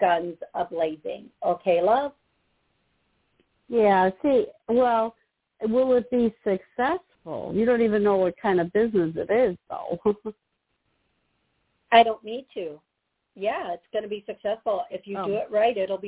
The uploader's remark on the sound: Live Call